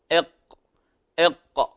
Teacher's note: مخرج القاف وهو أقصى اللسان مع ما يقابله من الحنك اللحمي، الحنك اللحمي يعني أقرب إلى اللهات